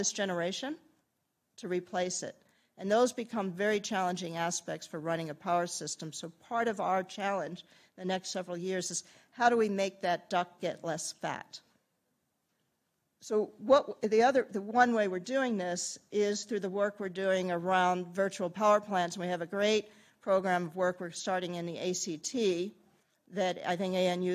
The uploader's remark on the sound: Keynote presentation